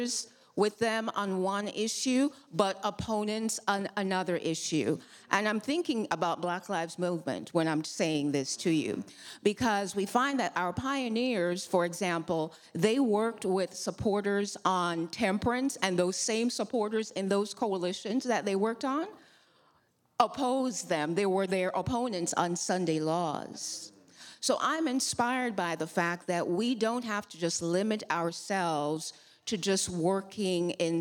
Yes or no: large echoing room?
yes